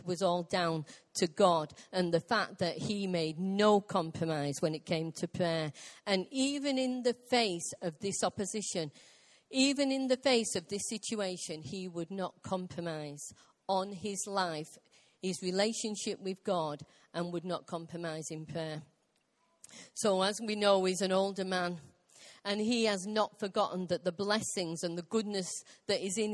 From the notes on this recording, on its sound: Recorded live at Life Church.